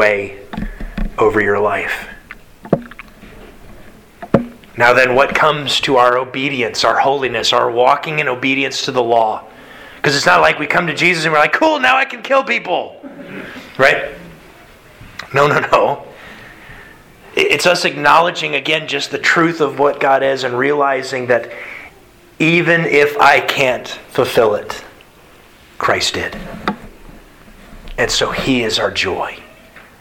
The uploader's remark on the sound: Sermon delivered Sunday March 20th, 2022 to the Galena Bible Church